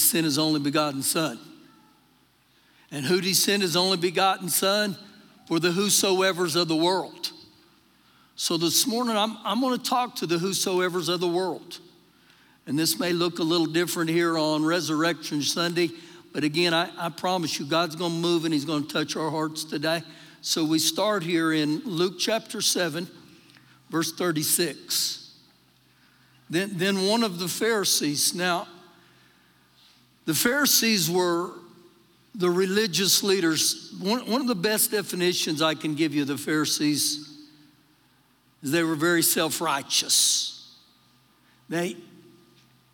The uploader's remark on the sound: Recorded live during our Sunday morning service